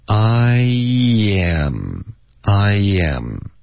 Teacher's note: 其实是 I 结尾的 e 的音，如果发的饱满，你一口气滑到 m 的时候，这个 e 的音会自动的出来